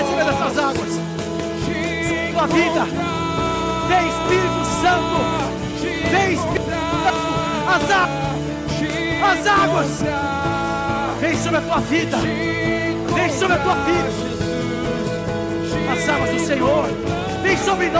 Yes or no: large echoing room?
yes